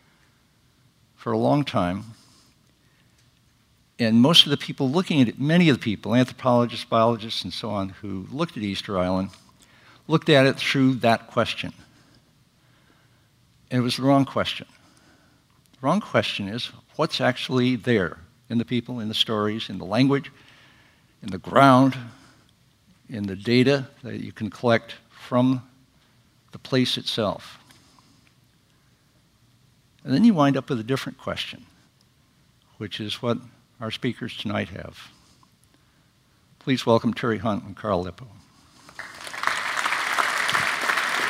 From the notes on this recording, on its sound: The authors present their case live in January’s SALT talk. Was given on January 17, 02013 as part of Long Now's Seminar series.